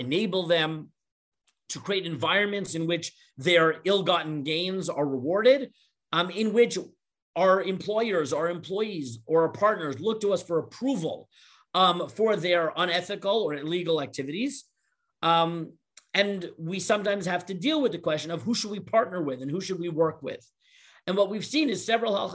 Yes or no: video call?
yes